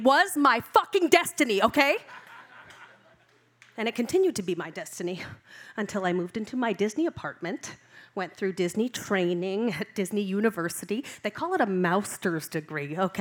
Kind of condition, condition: setting, live audience